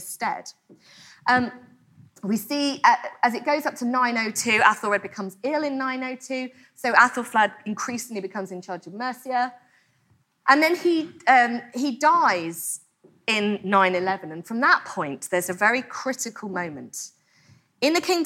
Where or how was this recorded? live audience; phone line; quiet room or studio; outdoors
live audience